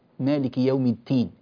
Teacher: كذلك ننبه إلى الدين، الدين، الدال مشددة، بعض الناس لا يأتي بالتشديد، مالك يوم الدين هكذا لا يشدد، وبعض الناس لا يبين الدال ويضعفها حتى تصير كأنها تاء